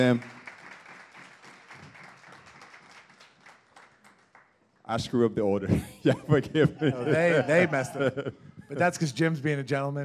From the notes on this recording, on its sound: Recorded in front of our live audience at The Nutty Irishman immediately following the talks at our SPEAK: Growth pop-up event. In Farmingdale, New York.